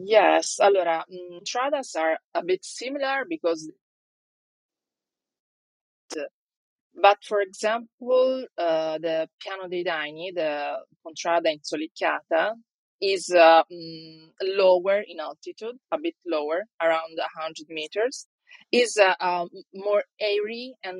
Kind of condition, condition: link, video call